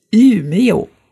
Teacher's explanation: Und der erste Buchstabe ist dann ein Ü. Ein Ü, ihr hört das, mit so einem ganz, ganz kleinen W nochmal hinten dran.